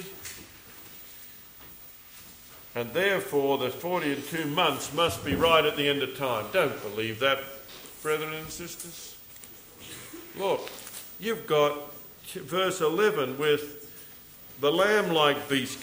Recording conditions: live audience